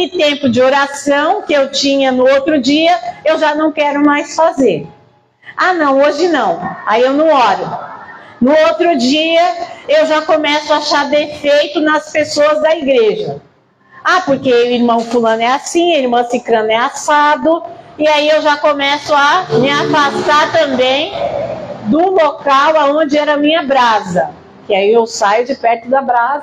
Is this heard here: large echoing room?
yes